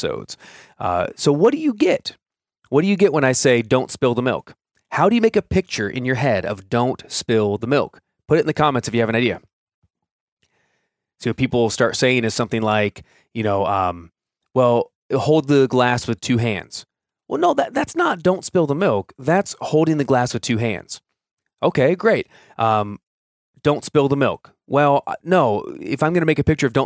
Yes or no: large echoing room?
no